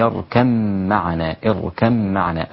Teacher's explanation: أدغم الباء في الميم · Term: الإدغام